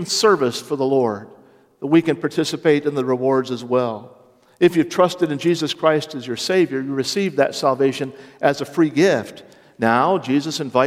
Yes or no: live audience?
yes